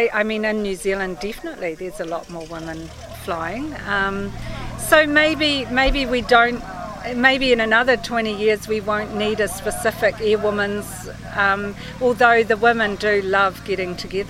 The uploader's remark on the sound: Recorded in the open air at Te Kowhai Aerodrome, Hamilton. Talks with three ladies at a Fly In of the New Zealand Association.